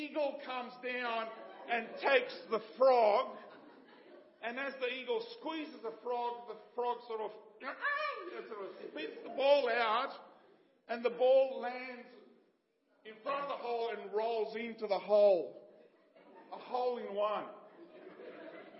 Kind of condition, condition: setting, large echoing room